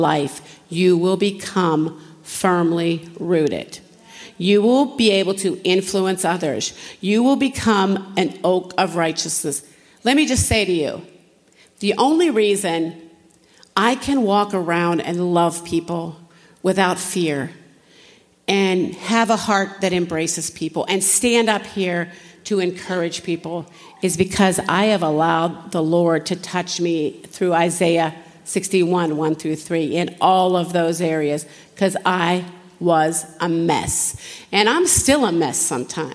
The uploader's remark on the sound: General Session, Flourish 2023